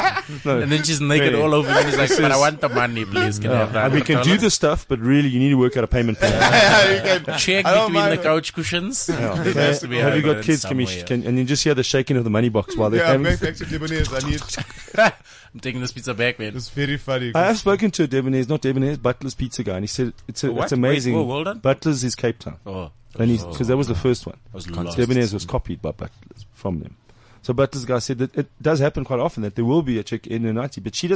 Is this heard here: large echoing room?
no